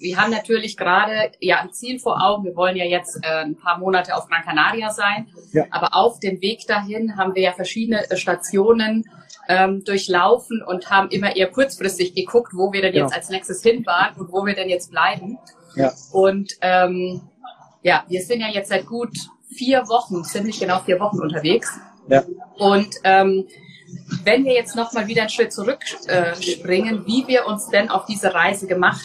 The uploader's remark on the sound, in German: Die Aufnahme enthält Hintergrundgeräusche, da sie getreu unseres Mottos Weltreise aufgenommen wurde: in einem Café in Portugal.